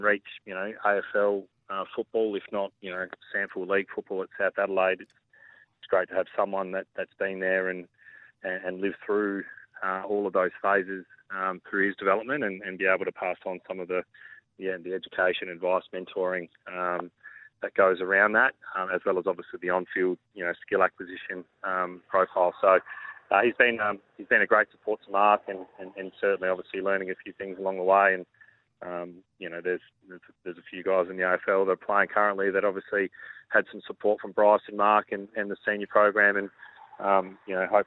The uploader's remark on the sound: phoned